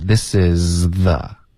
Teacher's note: This is 的这个 z 的音丢了没听见